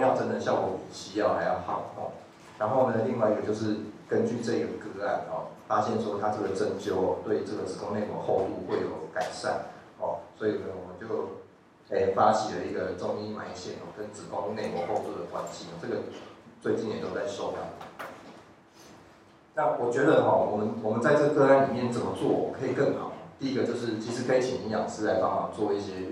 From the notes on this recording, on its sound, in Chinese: 當天只有用手機錄音，有些背景雜音請見諒。